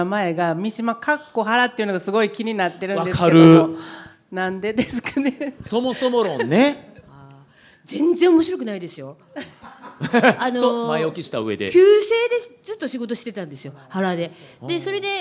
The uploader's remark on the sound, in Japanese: 公開収録。